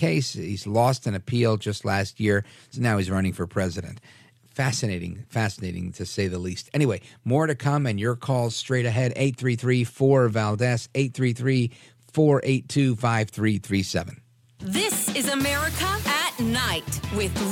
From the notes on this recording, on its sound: your calls in open phones across America